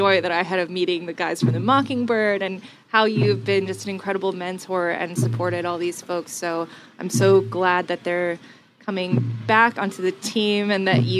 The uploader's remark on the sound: Charleston Wine + Food 2022. Stops by the HRN tent in the culinary village.